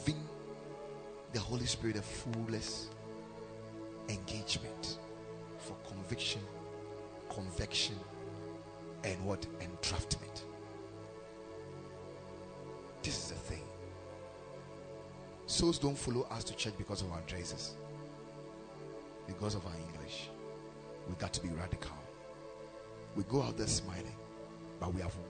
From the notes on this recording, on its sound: Preached at Ekklesia Chapel